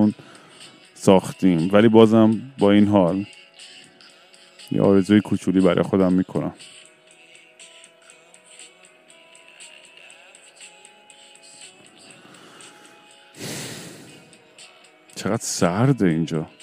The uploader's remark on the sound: I was drunk and stoned under the stars and was rambling with my friend when I thought to myself, why don't I record said ramblings.